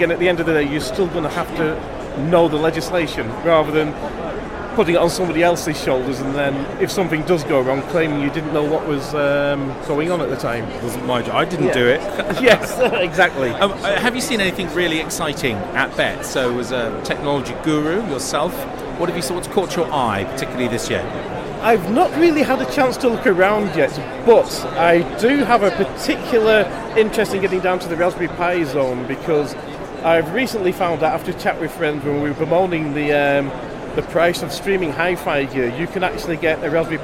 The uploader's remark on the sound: LIVE show from stand D120 at BETT2018. The equipment that we use costs less than £3,000.